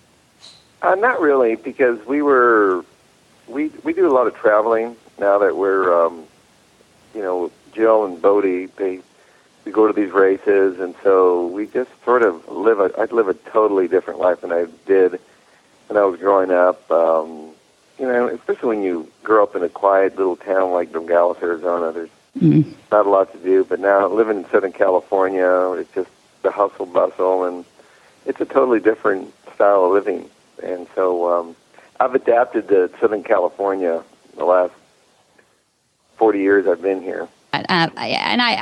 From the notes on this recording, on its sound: loads of holiday voicemails and live calls from listeners